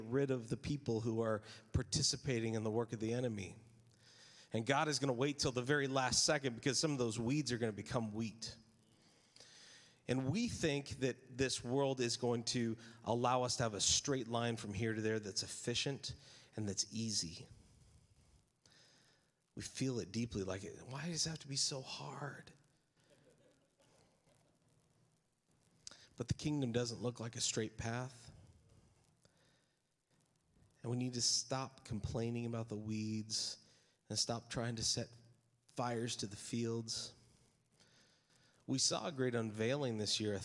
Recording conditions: live audience